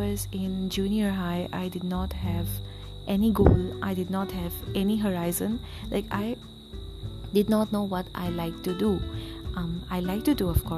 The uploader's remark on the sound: sorry about the cicadas in the background.